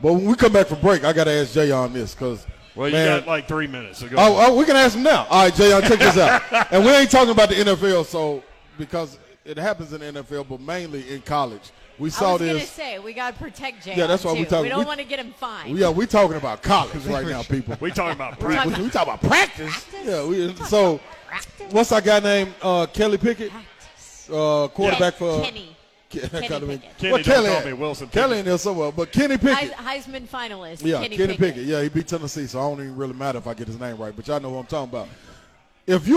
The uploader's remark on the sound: live at BWW